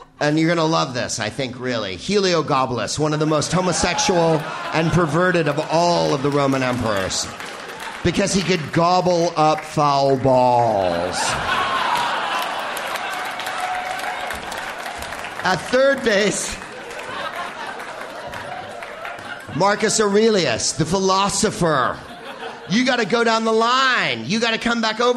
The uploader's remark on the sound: Live from the Bell House in Brooklyn, NY